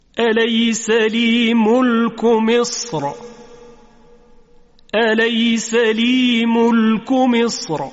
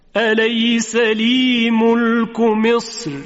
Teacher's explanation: اما بعضی از علمای تجوید گفتن چون قبل از حرف را ساکن در وقف حرف صاد که از حروف استعلا و اطباق هست و حرفی است که درشت ادا میشه، این حرف وجود داره، بنابراین حرف را هم به تبع اون تفخیم میشه در وقف. یعنی اگر بر مصر وقف کردیم دو وجه اینجا وجود داره، یکی تفخیم را و دیگری ترقیق را.